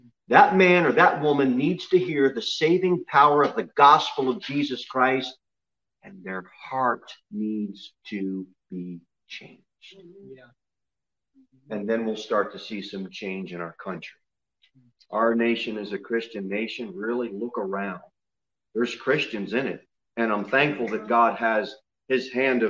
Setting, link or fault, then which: setting, large echoing room